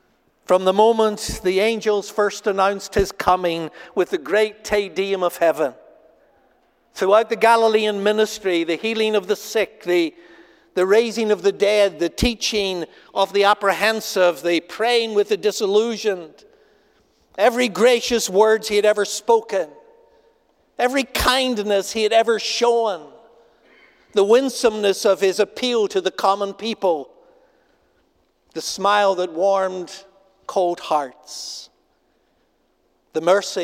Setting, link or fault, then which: setting, large echoing room